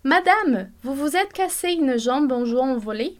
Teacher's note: Dessa entonação que vai subir, porque está fazendo uma pergunta